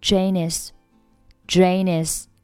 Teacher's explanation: Jane 和后面的 is 构成辅元连读